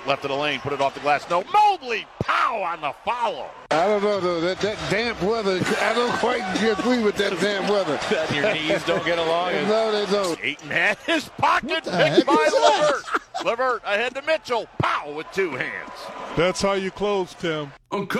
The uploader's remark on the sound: live from the Krassas Center at St Haralambos